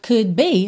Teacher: você também não ouve o D, porque quando eu tô indo com a língua pro céu da boca pro D, eu também já tô indo fechar os lábios pro B